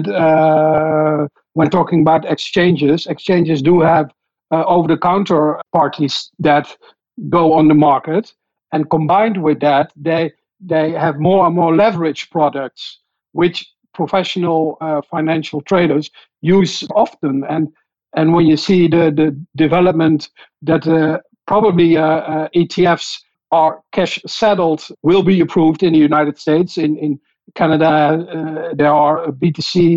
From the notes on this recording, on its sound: It’s on open floor debate too, with a handful of listeners asking.